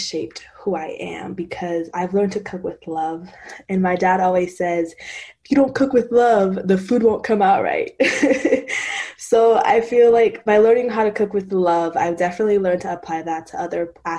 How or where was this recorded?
video call